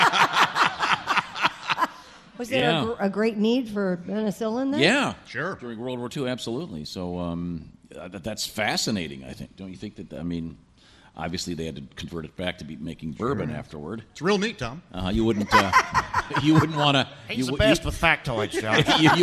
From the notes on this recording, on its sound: live from the Bourbon museum in Louisville